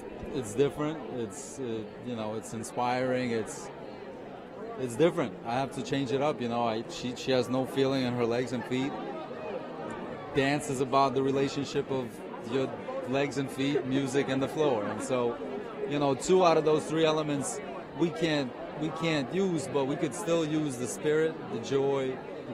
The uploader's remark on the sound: On the Red Carpet at Dancing With The Stars